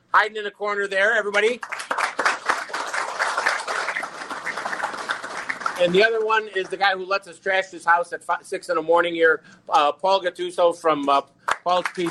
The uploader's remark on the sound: live from Paul's Pizza and Hot Dogs